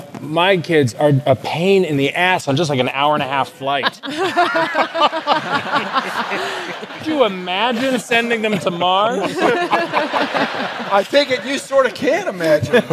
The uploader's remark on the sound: StarTalk Live: Big Brains at BAM